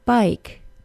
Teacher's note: It's the vowel sound in the word bike. The long I is a two-sound vowel.